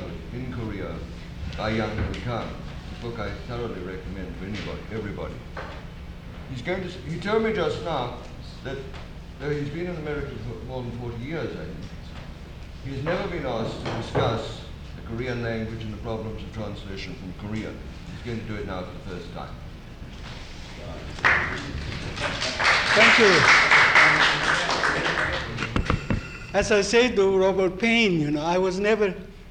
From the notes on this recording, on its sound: This is the sixth part of the third day of the World Translation Conference.